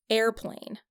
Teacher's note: the air is the stressed syllable, and plane is the unstressed syllable. Like if I said airplane, that would sound really weird because the stress is wrong.